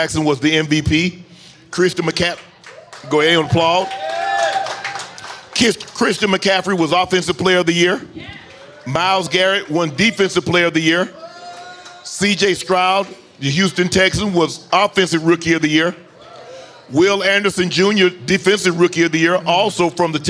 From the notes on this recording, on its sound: LIVE from Resorts World Las Vegas